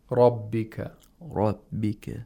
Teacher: in order to pronounce and read ra with tafkhim, you have to raise the back of the tongue towards the velum, which is known as velarization.